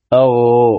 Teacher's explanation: والغين من وسط من أدنى الحلق من جهة اللسان · Term: حرف الغين